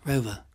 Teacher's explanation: in a non-rhotic accent, which is closer to London, you drop the R sound.